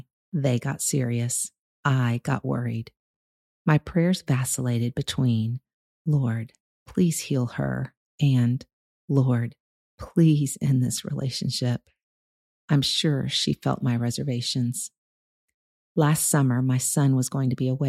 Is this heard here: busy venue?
no